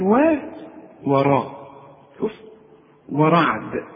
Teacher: واحد بيقول لي طب أنا قلت لي وا وما خدتش بالي، أقول له علشان الراء، الراء دي مفخمة وانت خدت برضو الراء، الراء ما دام مفتوحة مفخمة، لكن الواو مرققة. هنقول وا وراء، شوف ورعد، وذا عليها ايه؟